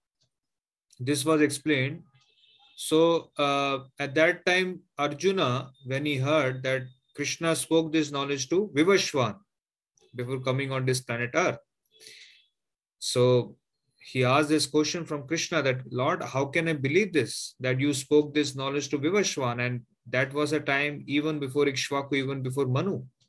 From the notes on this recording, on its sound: Zoom recorded classes